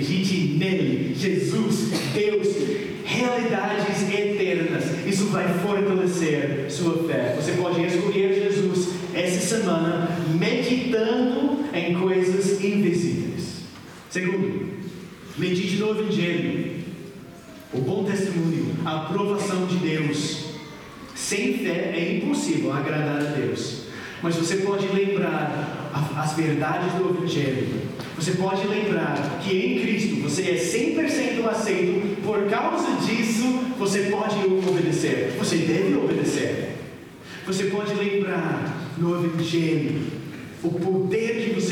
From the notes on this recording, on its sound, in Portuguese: Mensagem gravada na Igreja Batista Jardim Minesota